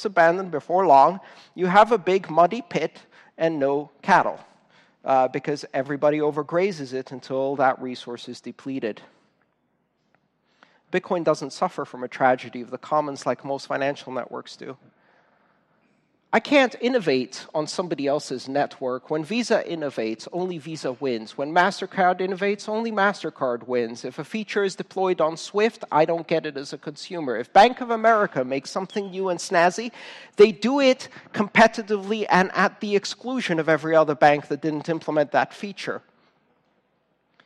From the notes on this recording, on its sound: Talk recorded on January 27th 2015, at the O'Reilly Radar Summit "Bitcoin and the Blockchain" in San Francisco, CA.